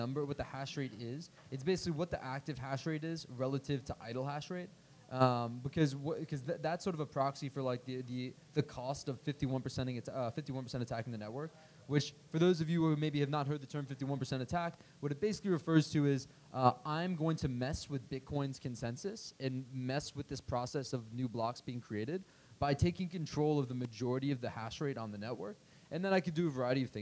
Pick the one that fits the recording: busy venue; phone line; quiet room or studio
busy venue